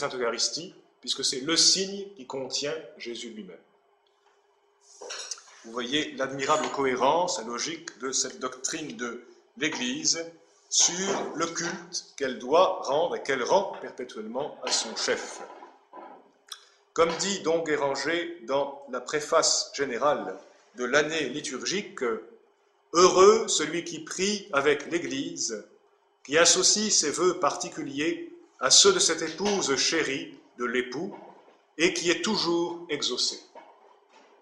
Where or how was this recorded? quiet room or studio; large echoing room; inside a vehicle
large echoing room